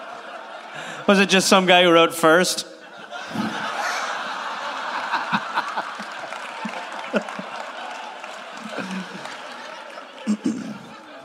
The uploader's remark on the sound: Live in Phoenix